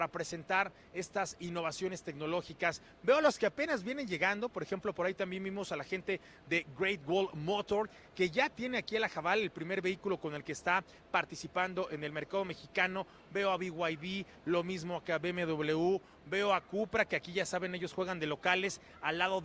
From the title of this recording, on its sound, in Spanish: En vivo desde el Auto Show Imagen Puebla 2023